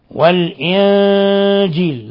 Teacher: ولو أنهم أقاموا التوراة والإنجيل، لام هنا أيضا لام قمرية، إنجيل، النون ساكنة جاء بعدها الجيم، الحكم التجويدي إخفاء حقيقي. والإنجيل لاحظوا بنجافي بين طرف اللسان وأصول الثنايا العليا، والإنجيل.